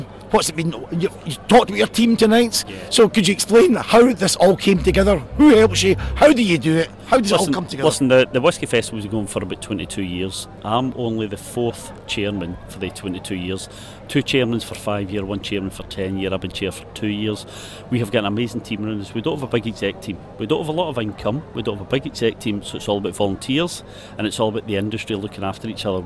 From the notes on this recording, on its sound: It’s The 2023 Spirit of Speyside Festival. A very special podcast from the heart of the action from The Opening Gala Dinner via Tamdhu to The Friday Night Ceilidh.